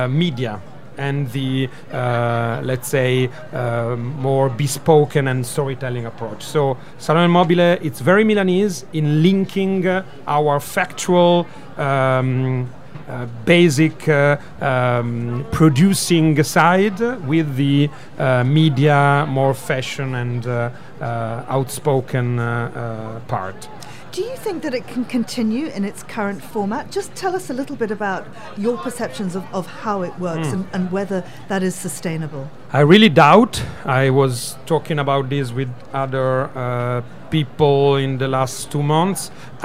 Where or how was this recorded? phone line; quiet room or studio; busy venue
busy venue